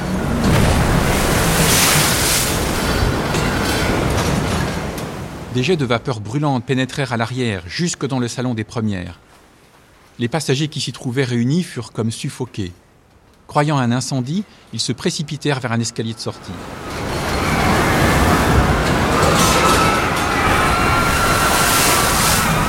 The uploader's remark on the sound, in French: Ce documentaire a été l'occasion idéale de mêler ce formidable récit à mes enregistrements des sons de la mer.